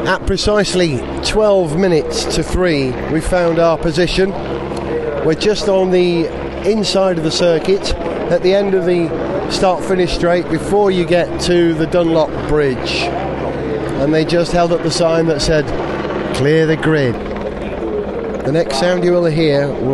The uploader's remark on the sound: 94 Le Mans 2009. Capture the sounds and atmospheres of the race start, the circuit at night and the dramatic moment as Peugeot cross the line as winners.